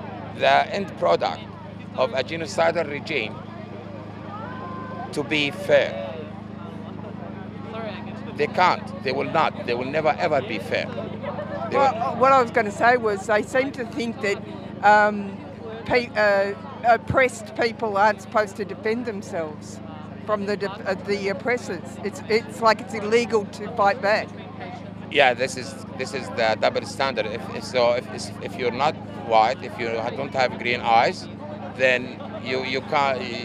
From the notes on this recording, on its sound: Some voices from the Coburg rally held on Thursday